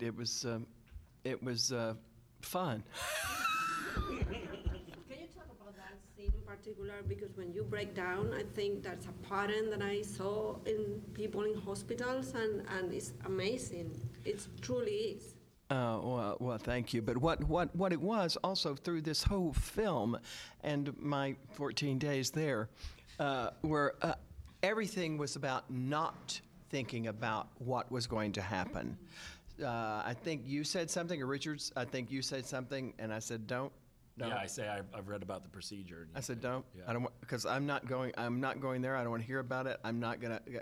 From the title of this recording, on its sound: at The Hollars Press Conference